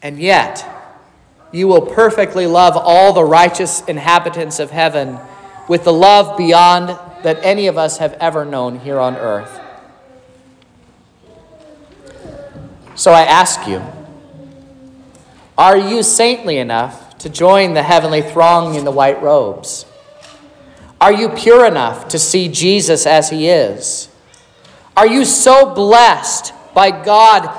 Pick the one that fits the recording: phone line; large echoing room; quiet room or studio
large echoing room